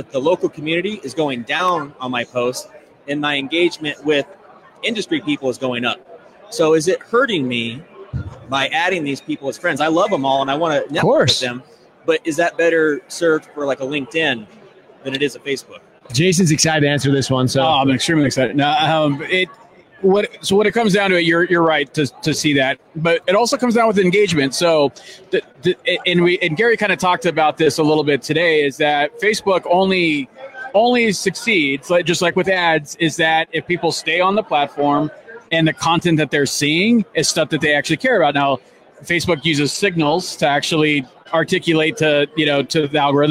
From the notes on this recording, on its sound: LIVE from AIME Fuse.